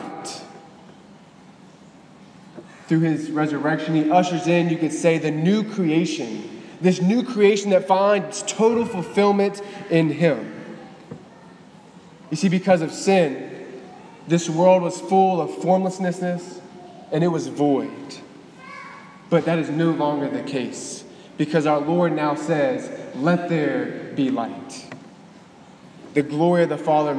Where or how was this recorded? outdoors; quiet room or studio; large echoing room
large echoing room